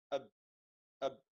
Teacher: وكذلك ذكر بعدها للشفتين الواو باء ميم، وهذا مخرج الباء، لكن الفرق بين الباء والواو والميم أن الباء تكون بانطباق الشفتين، بانطباق الشفتين على بعضهما، لما تقول أب أب فأنت تطبق الشفتين إلى داخل.